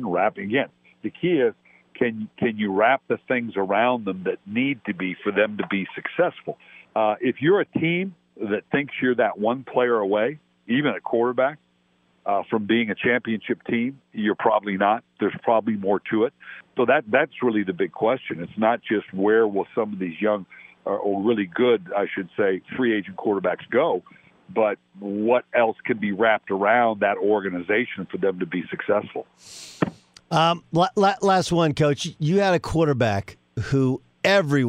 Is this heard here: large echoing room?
no